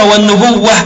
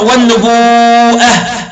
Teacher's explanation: أما الإمام نافع كان يقرأ والنبوءة، فقرأ الإمام أبي جعفر بالإبدال مع الإدغام خلافا لأصله · Shown in: first take